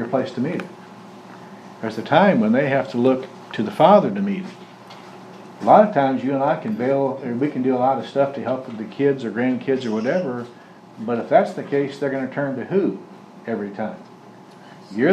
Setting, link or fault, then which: setting, large echoing room